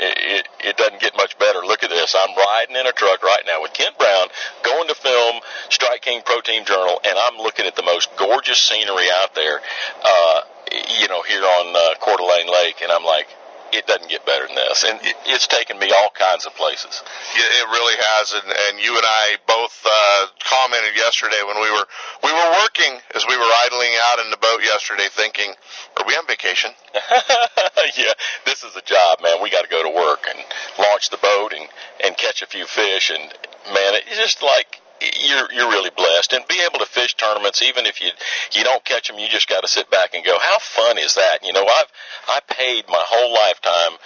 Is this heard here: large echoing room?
no